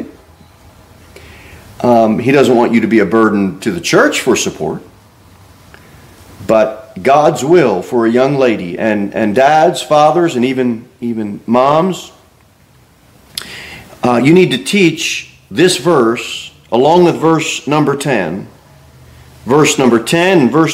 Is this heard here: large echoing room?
yes